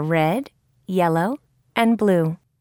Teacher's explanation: Notice how the final item in the series has a falling intonation.